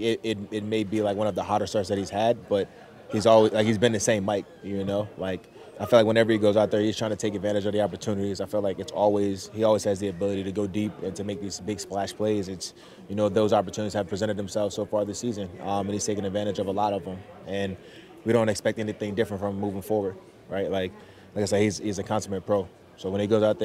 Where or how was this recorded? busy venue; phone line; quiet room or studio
busy venue